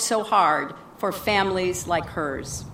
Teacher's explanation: So, as you can hear, she changes her voice quality from a model voice quality, which is the normal voice quality we normally use, to a quite creaky and, as someone else calls, vocal fry quality. And she decreases dramatically the pitch of her frequency when she says hard in this sentence